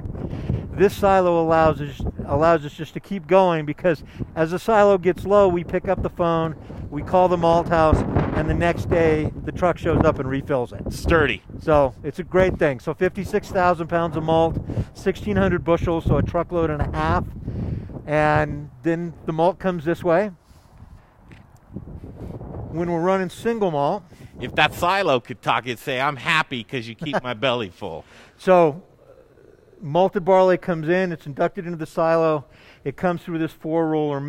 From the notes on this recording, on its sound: We're live at Golden Moon Speak and Golden Moon Distillery today